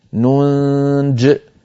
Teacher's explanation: أما إن وقفنا فنقف كالرسم ننج من غير ياء في آخرها